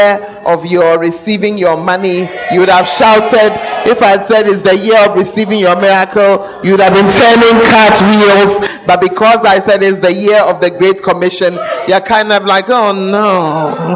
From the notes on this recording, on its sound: Preached at the First Love Center, Ayeduase